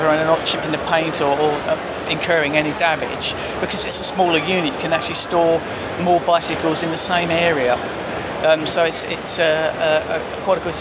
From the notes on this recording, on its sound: I chat with him as part of the British Inventors’ Project at Gadget Show Live